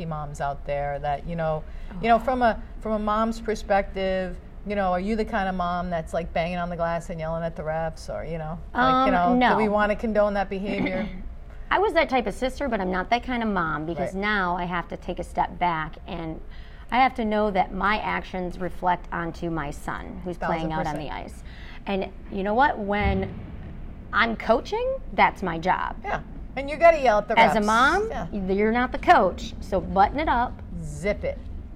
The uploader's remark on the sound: Live from AdventHealth Center Ice